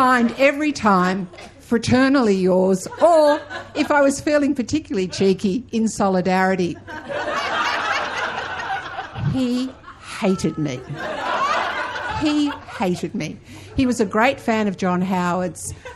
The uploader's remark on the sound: Recorded live at the National Gallery of Australia, Canberra.